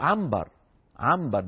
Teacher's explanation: يقلبون النون إلى ميم